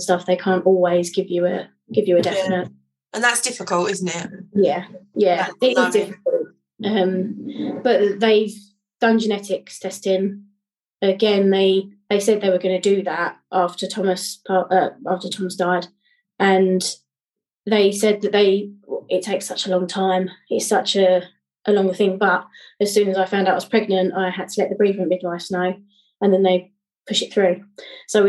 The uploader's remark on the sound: This episode was pre-recorded on zoom.